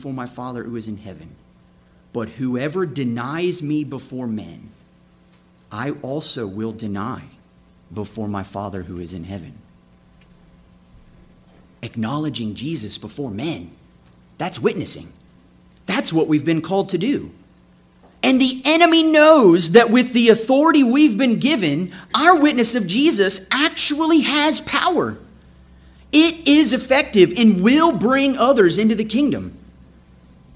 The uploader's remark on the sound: This episode is a sermon I preached June 25, 2017